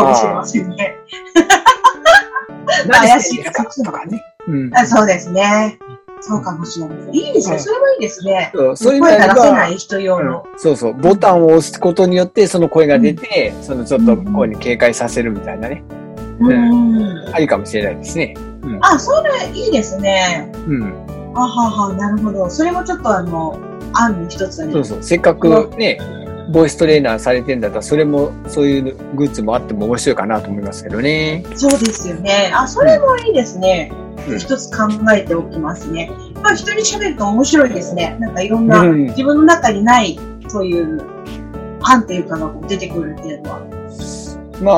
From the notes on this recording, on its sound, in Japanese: 初のzoom収録に挑戦！なので今回はお互いの自宅からパソコンを使ったリモート収録に初挑戦！